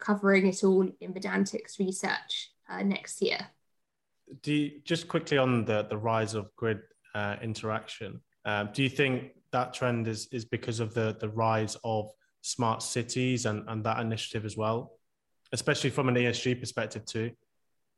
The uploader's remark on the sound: Live Webinar. In our live Q&A we answer the audience's questions on the topic.